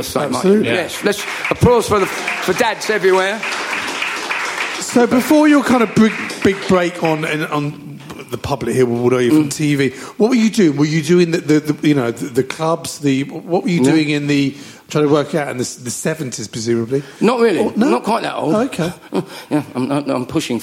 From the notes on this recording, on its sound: Recorded at our private #SpursShowLIVE exclusively for Spurs Show Season Ticket Holders. We’re giving it to you in full length, unedited fashion. The live audience for this live podcast.